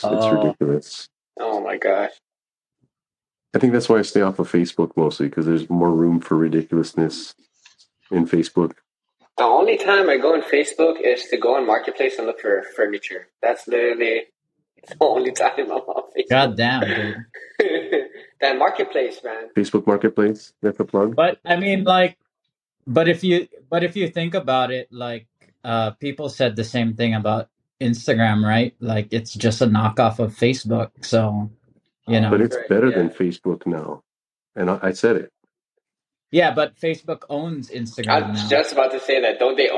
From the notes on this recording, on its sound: This week we recorded an in-person dialogue. The disclaimer for the show is that I was testing some different recording options, so if you value extremely high quality sound, you'd better find a different podcast (guess who sat too close to the hallway).